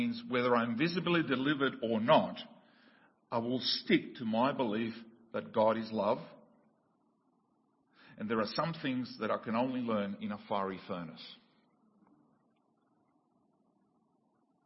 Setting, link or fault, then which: setting, large echoing room